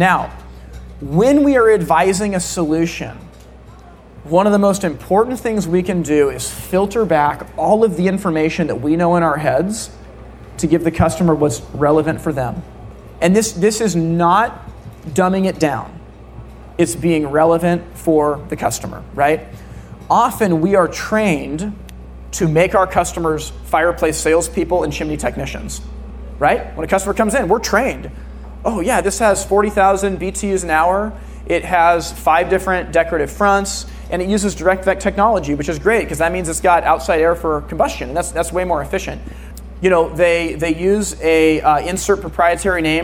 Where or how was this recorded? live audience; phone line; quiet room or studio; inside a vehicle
live audience